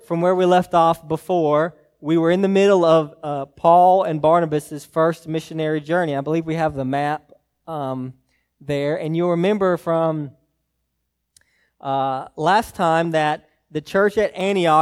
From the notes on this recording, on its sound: message preached to Hillside Baptist Church in Eastman, GA on 1/7/24